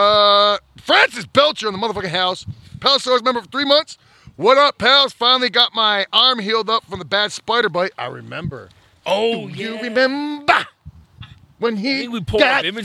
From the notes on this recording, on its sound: Live from the poolside, it's the Second Palcast Pool Party!